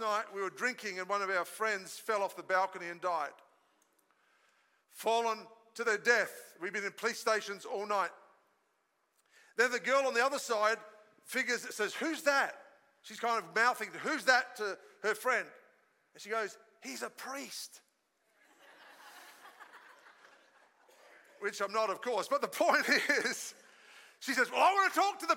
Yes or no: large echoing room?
yes